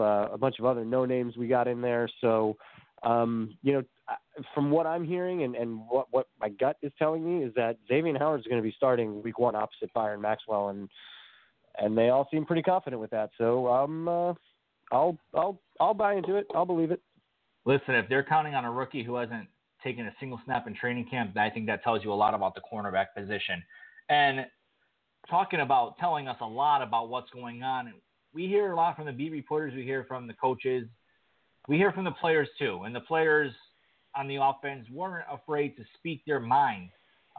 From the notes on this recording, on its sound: as we do each week, we'll answer your phone calls